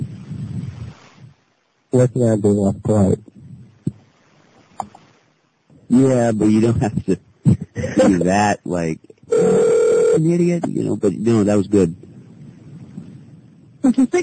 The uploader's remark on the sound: …'s Personal Prank Phone Calls Collection.